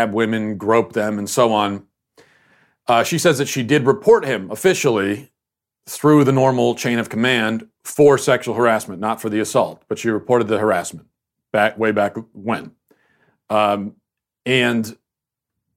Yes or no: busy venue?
no